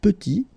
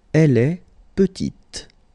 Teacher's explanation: Final T is not pronounced. · Shown in: first take · And then when you add this E at the end, you get the sound T, T, petite.